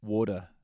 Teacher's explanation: the classic Kiwi accent, the real tip off, is that we pronounce T's as D's in pretty much every word